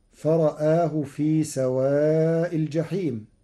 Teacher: قرأ ورش كلمة فرآه بتقليل الراء والهمز معا مع تثليث البدل